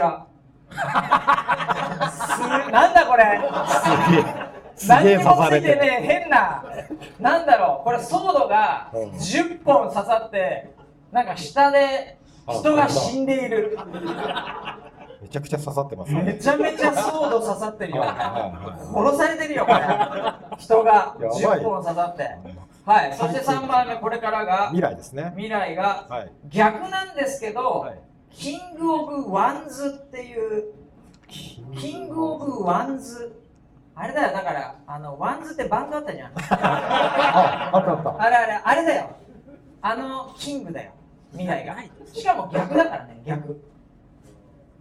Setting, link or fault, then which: setting, live audience